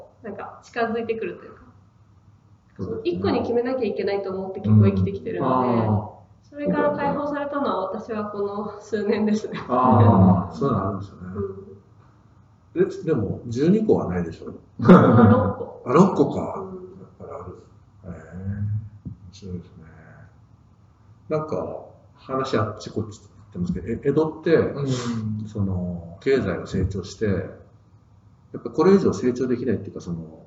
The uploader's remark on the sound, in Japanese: 旧マイクで音声ややわるいです